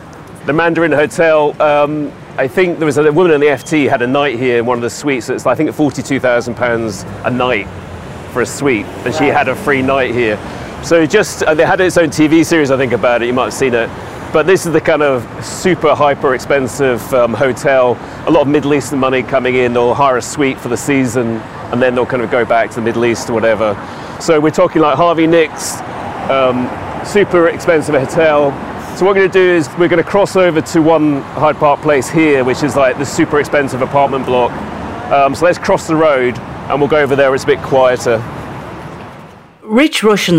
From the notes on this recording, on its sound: I’m in Knightsbridge outside the Mandarin Oriental Hotel, the epitome of London style and wealth. I’m on a mission to walk the streets and the neighbourhoods of Belgravia and Chelsea.